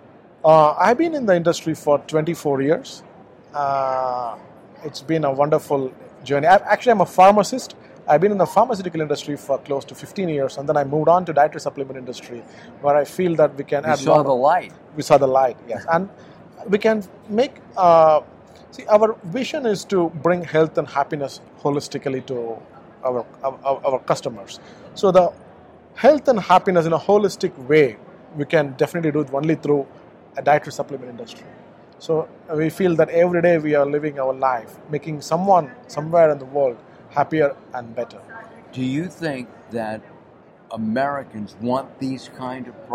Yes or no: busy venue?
yes